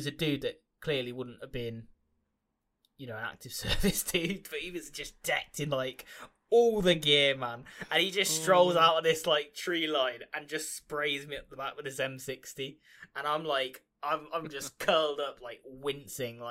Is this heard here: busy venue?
no